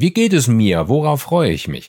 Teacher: Auf dieser einen Tonhöhe wie ein Roboter, aber natürlich nicht so blechern, sondern ganz warm und entspannt und sonor. · Term: Wohlfühlton